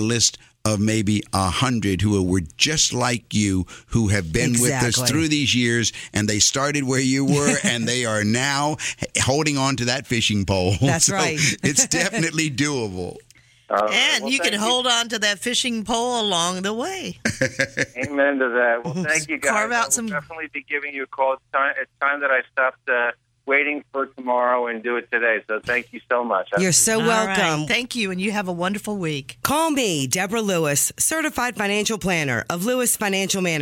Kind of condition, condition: link, phone line